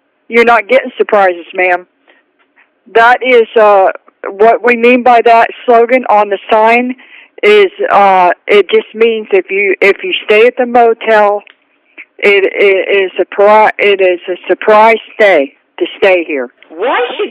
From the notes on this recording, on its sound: Prank Phone Calls